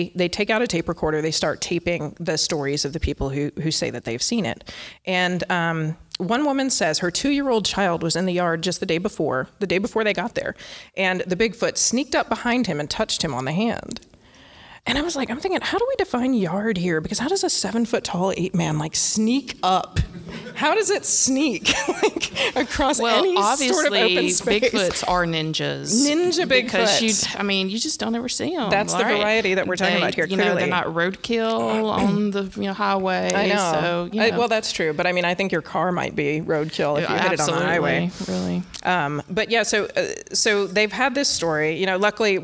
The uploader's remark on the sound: LIVE from the PodX convention in Nashville